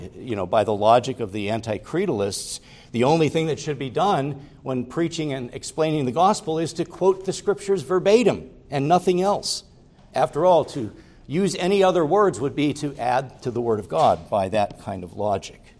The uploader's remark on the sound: preached at Grace Orthodox Presbyterian Church in Sewickley, PA, during the morning Worship Service